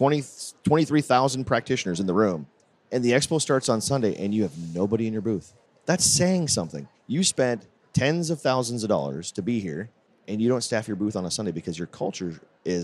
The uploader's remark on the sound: Recorded at SHRM